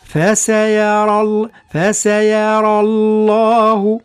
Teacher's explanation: ما فيهاش اشكال باعتبار ان الراء مفخمه، بطبيعه الحال المد وهو عباره على سكون يحذف، لا نقول فسيرى الله نعم. اذا وقفنا عليها نقول فسيرى هكذا بالمد، لكن اذا وصلنا يسقط المد، وكذلك همزة الوصل من اسم الجلالة الله، فتصبح فسيرى الله، لكن لابد من الانتباه إلى ضرورة ترقيق الفاء والسين نعم والياء بالضبط من سيرى.